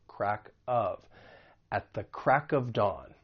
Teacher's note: we can link the final consonant sound in crack with the vowel sound in of